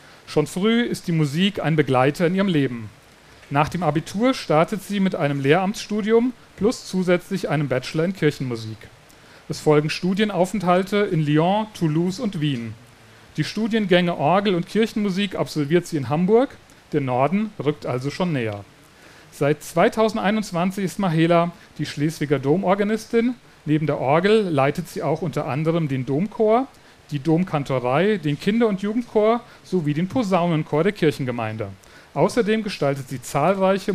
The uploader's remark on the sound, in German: Live auf dem Norden Festival. Auf dem Norden Festival in Schleswig haben wir live vor Publikum.